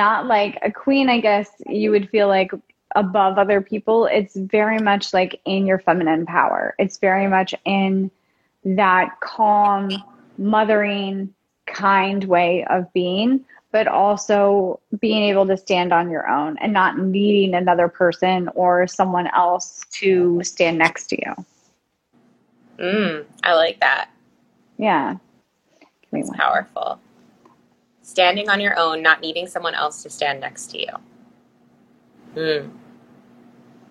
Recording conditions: video call